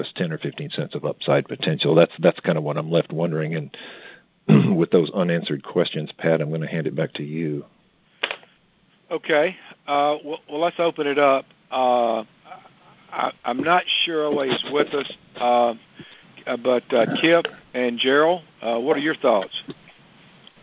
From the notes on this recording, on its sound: Monthly Conference Call.